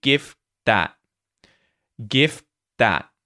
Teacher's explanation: I don't release the t at the end of the word gift, so you won't hear t. You'll hear gift that, gift that so I go into the T after I say the F sound, GIF, and I stop the airflow, and then I go straight into the TH sound at the start of the word that.